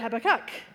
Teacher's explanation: other people emphasize the third, Habakkuk